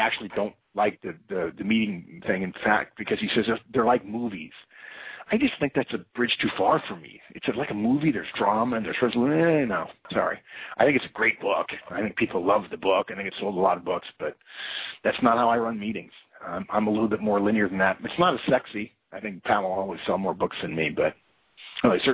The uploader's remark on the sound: September 2012 Conference Call